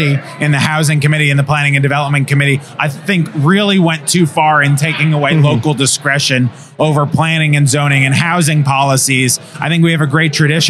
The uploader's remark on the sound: Live from the State Capitol